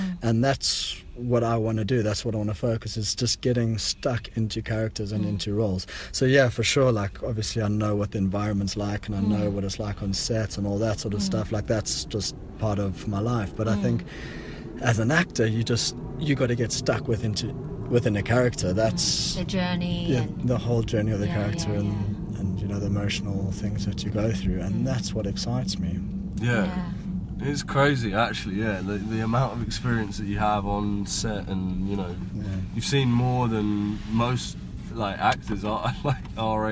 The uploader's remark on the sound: We were in the car on Venice beach, watching the Sun slowly fall into the Pacific Ocean where we had previously been getting smashed upon by Neptune's Wrath during our surf session.